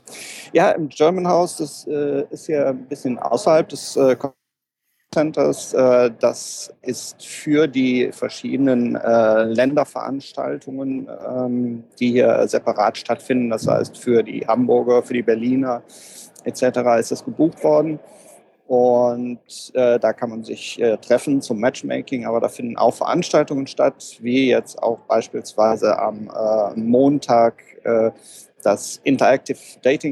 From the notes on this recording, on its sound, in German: Reden via Skype über den Teich. Bitte entschuldigt die Tonqualität, die unserer Spontanität zum Opfer gefallen ist.